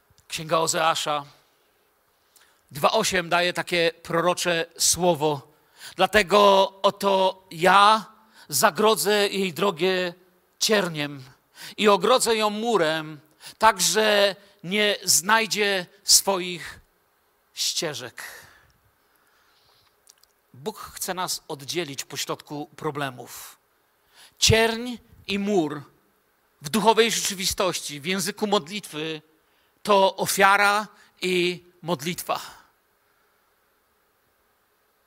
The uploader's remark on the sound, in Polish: Wykład nagrano podczas wieczornego nauczania Słowa Bożego w Kościele „Filadelfia” Bielsko Biała.